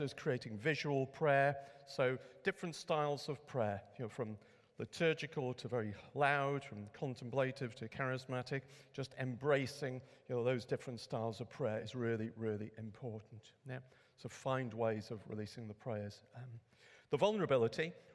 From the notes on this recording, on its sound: A Saturday morning workshop. Recorded at Middlesbrough Community Church.